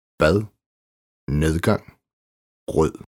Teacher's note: Lyder næsten som th på engelsk. I for eksempel the. Tungen skal dog holdes bag tænderne. A. Hovedregel efter vokal. · Term: Blødt D